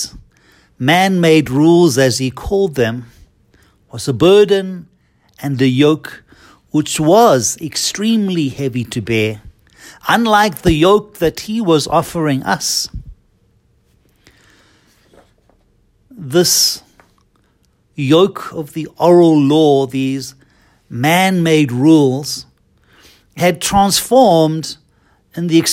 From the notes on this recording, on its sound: Homily preached at Holy Trinity Catholic Church in Braamfontein, South Africa.